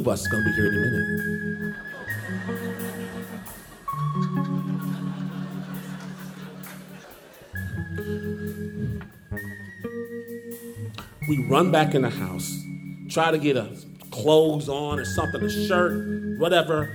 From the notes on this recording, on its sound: Performed live in Portland at Revolution Hall.